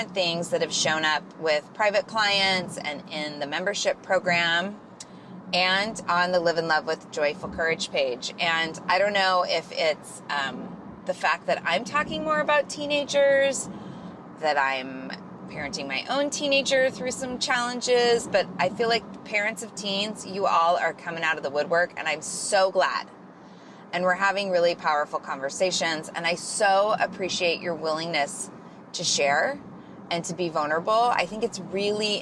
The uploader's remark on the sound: Solo show today – from the car…. Thank you for having grace for my audio quality this week!!